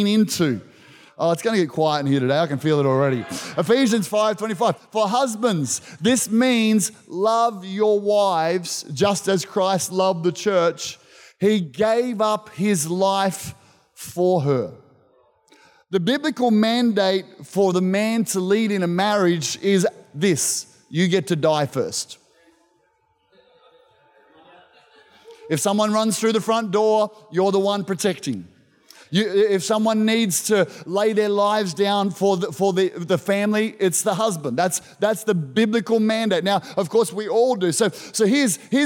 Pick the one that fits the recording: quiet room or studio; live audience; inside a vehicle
live audience